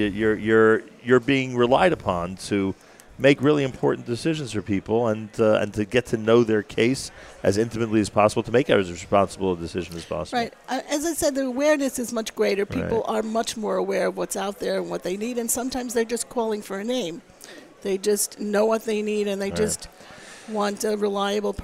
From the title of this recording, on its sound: Live with Achiezer at The Jewish Healthcare Conference & Expo